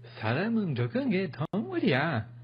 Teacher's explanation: An interesting intonation as well, like you're almost surprised about it.